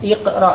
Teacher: iqra di awal kalimat hamzah wasalnya diucapkan iqra dengan kasrah.